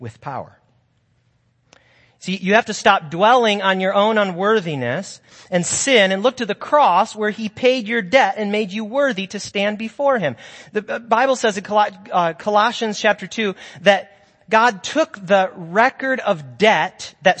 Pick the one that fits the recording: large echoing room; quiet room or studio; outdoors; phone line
large echoing room